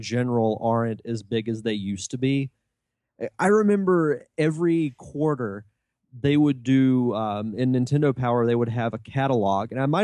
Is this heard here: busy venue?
no